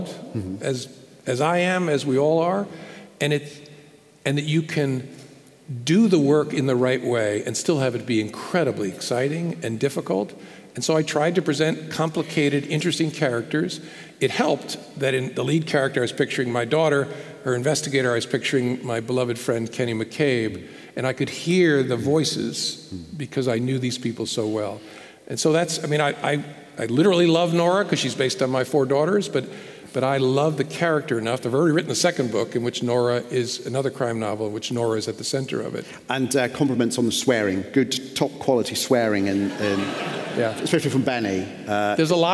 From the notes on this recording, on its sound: This episode is part two of our live event